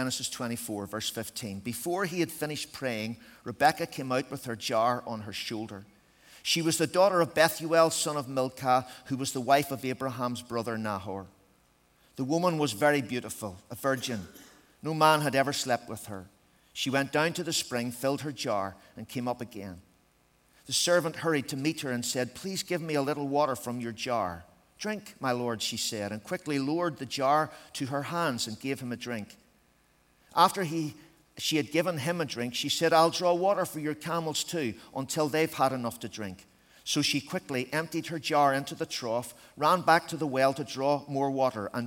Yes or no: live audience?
yes